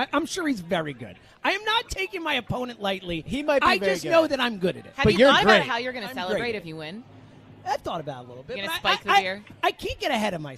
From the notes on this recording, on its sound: LIVE In Sea Isle. With the WIP Morning Show.